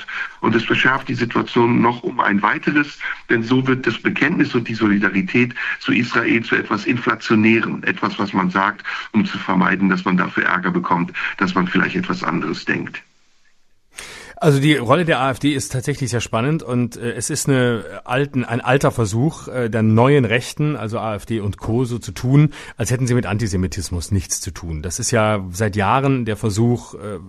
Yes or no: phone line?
yes